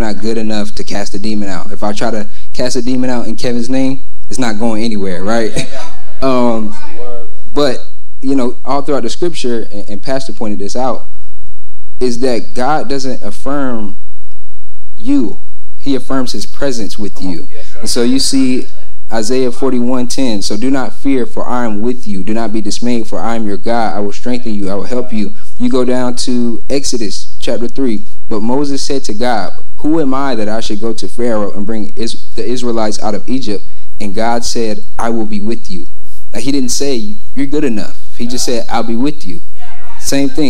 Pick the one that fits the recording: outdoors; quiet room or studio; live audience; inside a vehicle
live audience